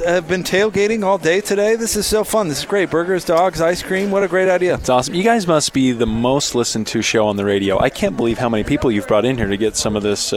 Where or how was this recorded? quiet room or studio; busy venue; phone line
busy venue